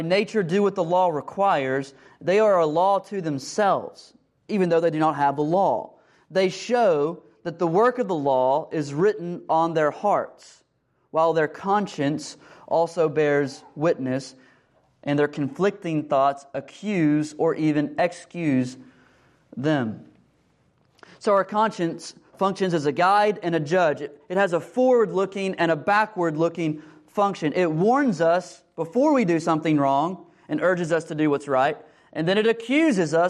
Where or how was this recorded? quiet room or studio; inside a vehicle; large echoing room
large echoing room